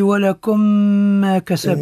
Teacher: الميم عند الميم إدغام أي الميم في مثيلته إدغام بغن أحسن هاي كسبتم شنو حكم